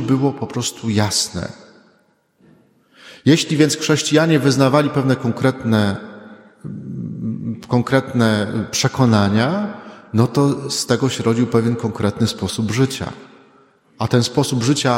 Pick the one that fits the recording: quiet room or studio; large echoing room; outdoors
large echoing room